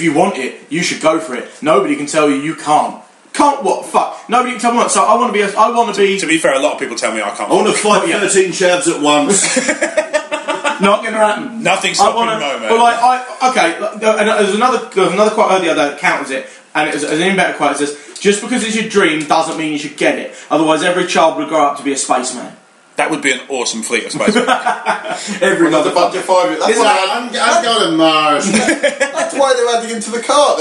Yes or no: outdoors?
no